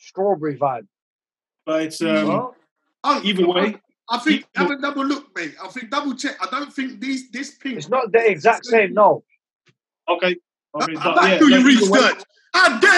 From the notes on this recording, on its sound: Recorded this weeks podcast via a zoom call.